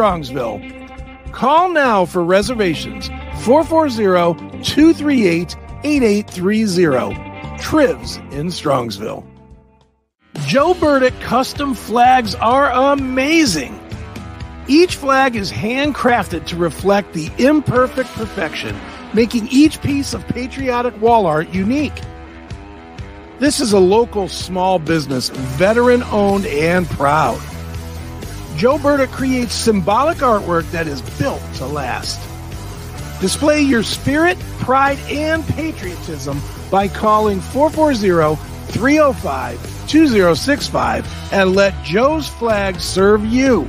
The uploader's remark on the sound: live from Corbo's Bakery in Little Italy, Cleveland